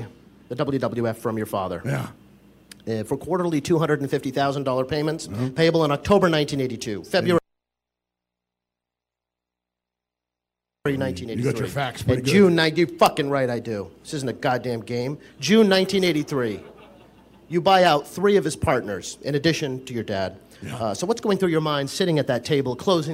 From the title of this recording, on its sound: Live From Starrcast